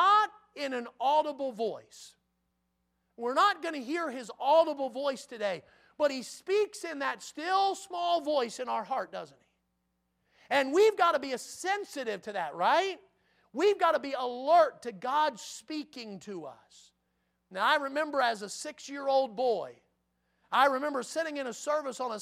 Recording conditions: large echoing room